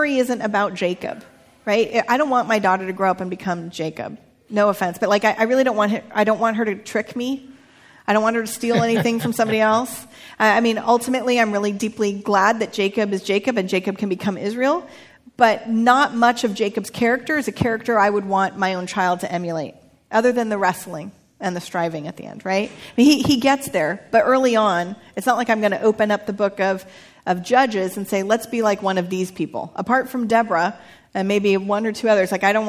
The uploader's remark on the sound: recorded live with members of Spark Church and Etz Chayim, and features questions from the two congregations